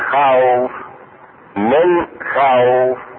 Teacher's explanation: الشاهد الواو تمد الواو وهو مد لين